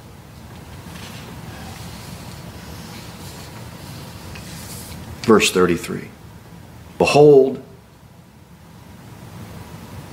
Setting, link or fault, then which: setting, large echoing room